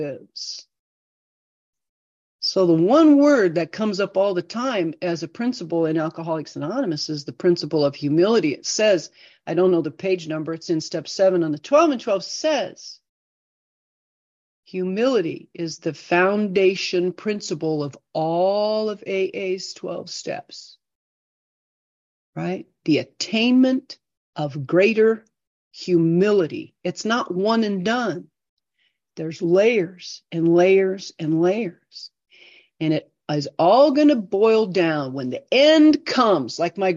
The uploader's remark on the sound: This zoom meeting was recorded in January 2024.